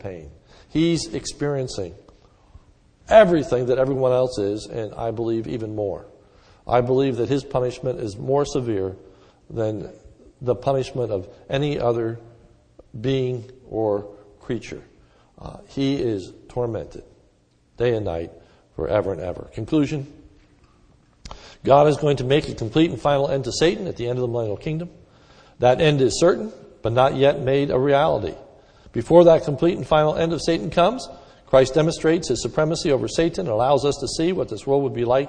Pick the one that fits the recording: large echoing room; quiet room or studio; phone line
large echoing room